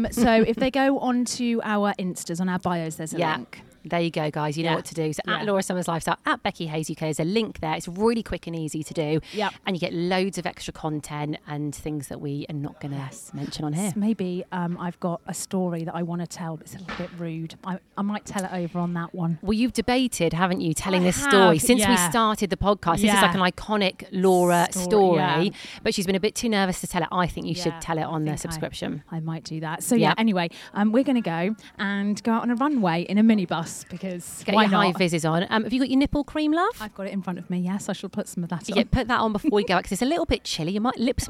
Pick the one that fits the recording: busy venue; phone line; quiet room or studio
busy venue